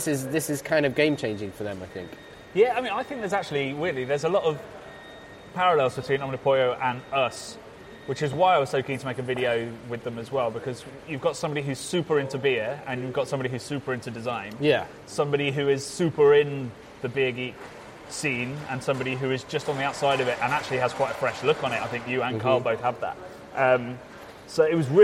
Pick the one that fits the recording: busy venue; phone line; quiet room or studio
busy venue